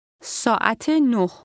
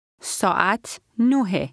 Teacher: at 9 o'clock contains the linking sound, connecting hour with the number, whereas it is 9 o'clock does not